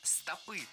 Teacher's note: Это слово всегда имеет ударение на окончании во всех формах.